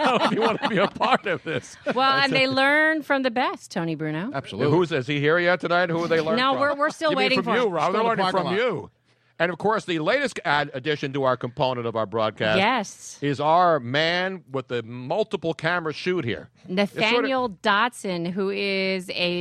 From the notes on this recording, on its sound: We just so happen to have some Vermeil Wine to share with our live studio audience.